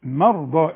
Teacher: مرضى الراء سكنيها لأنها لا تقلقل في عموم القرآن